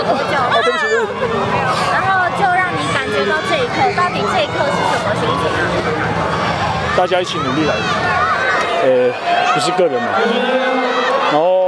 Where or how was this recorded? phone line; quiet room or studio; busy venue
busy venue